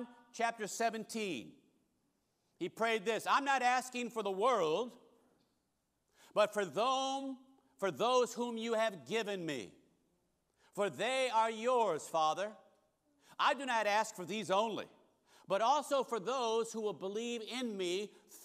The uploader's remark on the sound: Recorded service from August 20, 2023.